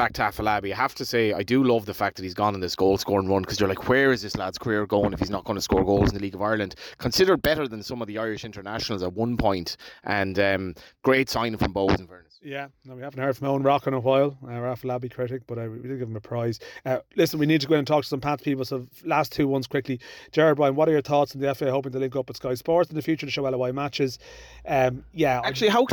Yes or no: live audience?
no